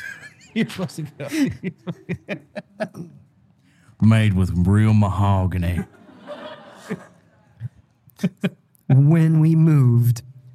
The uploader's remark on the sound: LIVE at Eloise Asylum. This episode was filmed in front of a live audience at the haunted Eloise Asylum in Westland, MI on September 1, 2022.